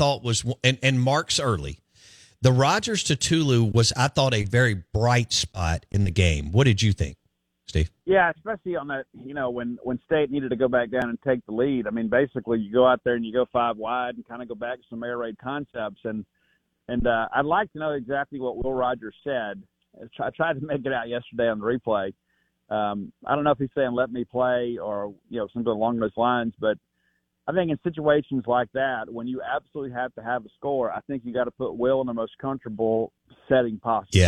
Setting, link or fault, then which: link, phone line